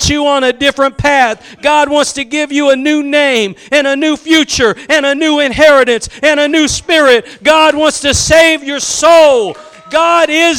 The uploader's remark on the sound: Preached at Gospel Lighthouse in Bossier City, La.